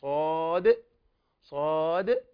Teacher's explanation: ألف لام ميم، ألف لام ميم صاد، صاد مراعيا قلقلة الدال نهاية الصاد